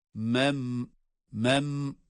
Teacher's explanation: cezimli mimde de bir gunne sesi var. Mem, mem, görüyorsunuz genizden ses geliyor.